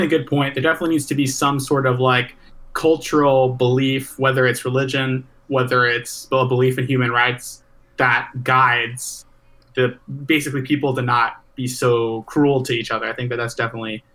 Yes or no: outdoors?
no